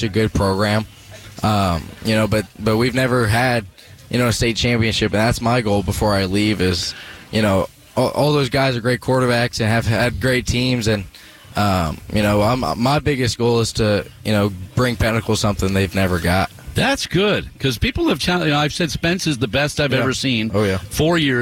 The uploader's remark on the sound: live at Desert Mountain High School